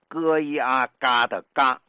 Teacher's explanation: 他的声母不是鸡啊家的鸡，而是歌呀嘎的嘎，而且要读成轻声